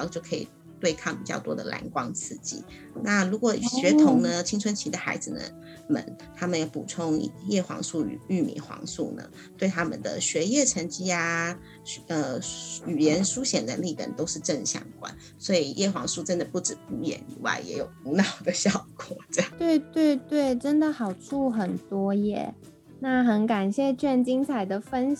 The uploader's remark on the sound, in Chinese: 本集節目採遠端錄音，因此音質上可能會有點雜訊